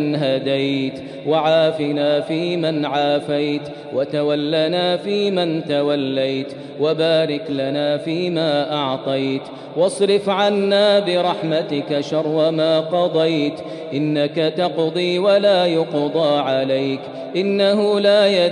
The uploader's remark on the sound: Taraweeh Prayer in Masjid Al Haram, Makkah, Saudi Arabia